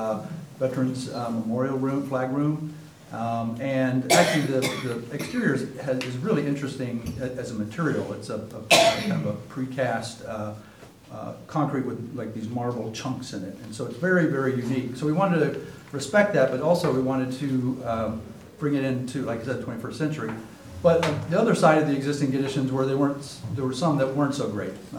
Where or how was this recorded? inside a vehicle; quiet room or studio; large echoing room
large echoing room